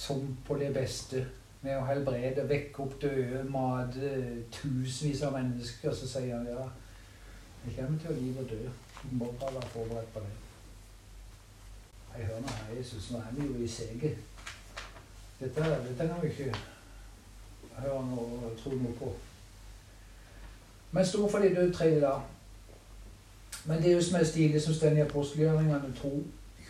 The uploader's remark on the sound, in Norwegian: Så opptaket er fra ei stue med isspising og kos. Ikke optimal lyd.